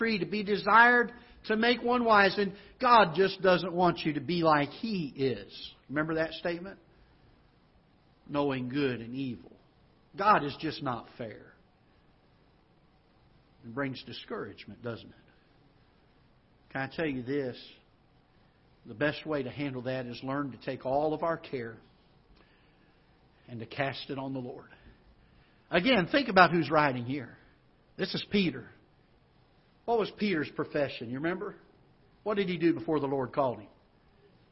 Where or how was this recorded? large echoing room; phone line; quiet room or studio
large echoing room